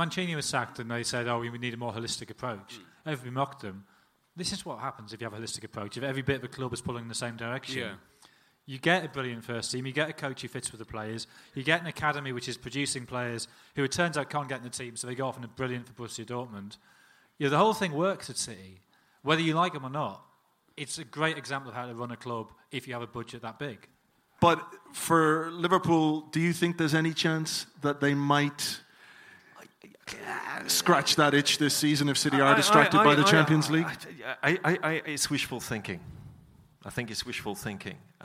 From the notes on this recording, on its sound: Live In Dublin. The entire audio recording from our event in Dublin on Monday 3rd December.